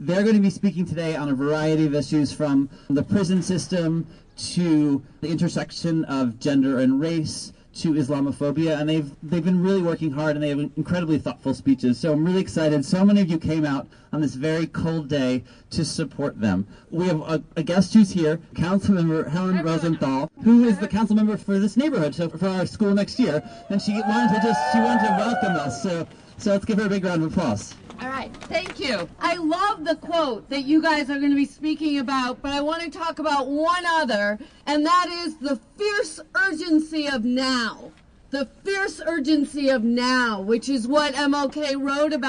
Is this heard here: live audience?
yes